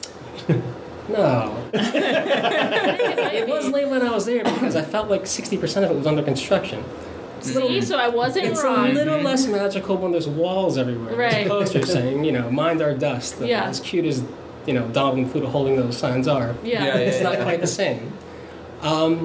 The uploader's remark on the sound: we sat down with him in our office (So audio may be a little echo-y)